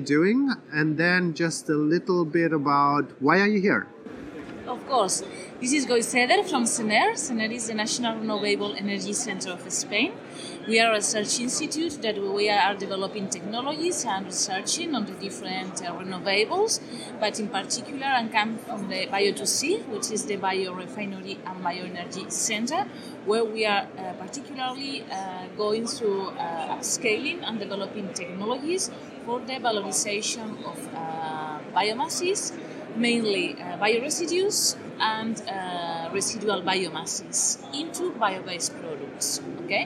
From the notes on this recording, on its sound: Live from the Hotspot of BioEconomy. The renowned World Bio Markets conference in The Hague. Live impressions from the conference.